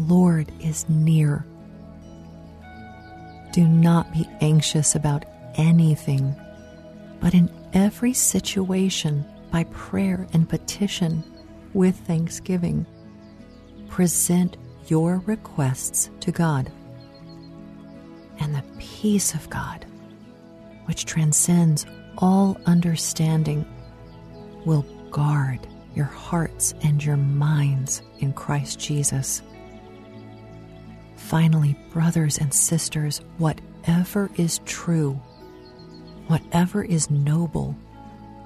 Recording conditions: sounds in the background